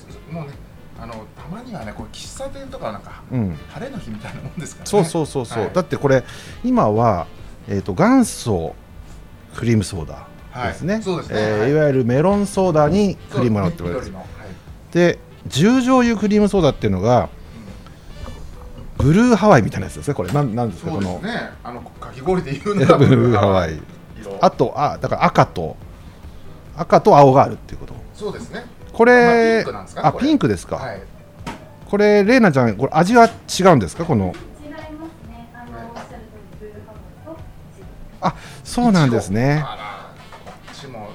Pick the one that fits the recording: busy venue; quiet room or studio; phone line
busy venue